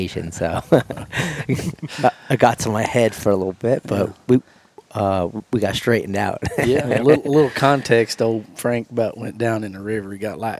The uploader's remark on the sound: This episode was recorded at the first ever HLE Team Rendezvous from inside a 150 year old tobacco barn. The boys got to meet in person for the first time.